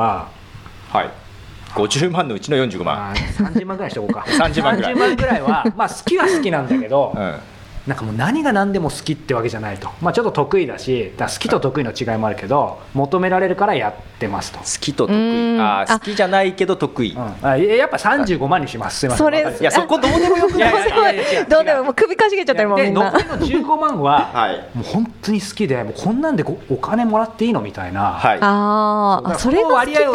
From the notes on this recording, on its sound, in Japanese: 初の公開収録、初のライブ配信。